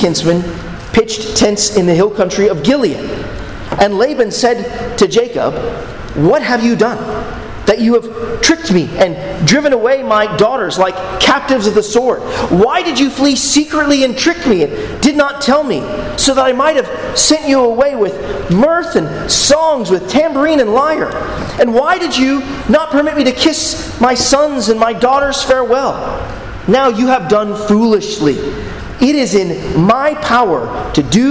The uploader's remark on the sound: at Arlington Baptist Church in Arlington, Virginia